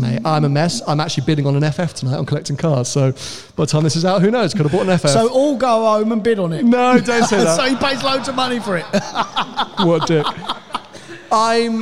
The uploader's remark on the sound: Live from Vines of Gatwick BMW.